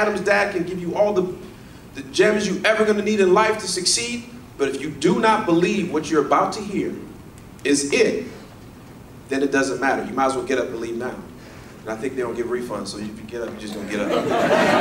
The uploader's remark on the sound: Real Estate RoundUp LIVE Keynote 2019